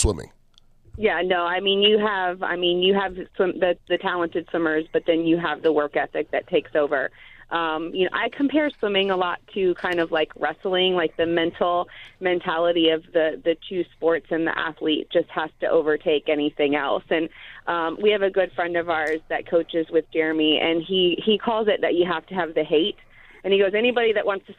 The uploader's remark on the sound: called into the show on Memorial Day weekend.